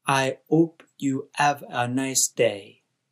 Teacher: When French speakers say words in English, they often do not say the h sound.